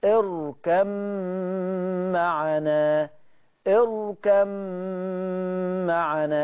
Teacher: أول ما أقول كلمة إضغام يعني معنى كده إن أنا حرف داخل في حرف، الأول هيخش في التاني، حرف في آخر الكلمة هيخش في الحرف اللي في أول الكلمة اللي بعدها، يعني الباء في الميم. الشاطبية هتضغم، يعني المنطوق ميم، مفيش ذكر للباء. · Term: إدغام